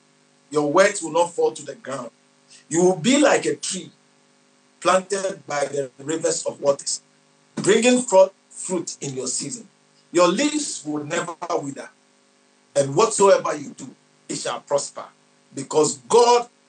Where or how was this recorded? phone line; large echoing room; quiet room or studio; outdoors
large echoing room